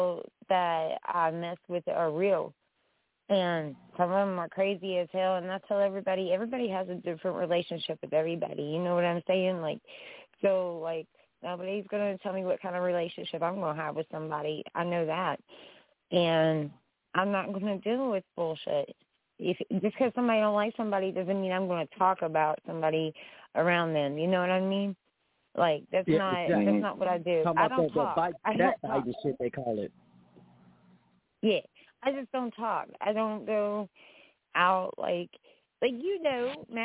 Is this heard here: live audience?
no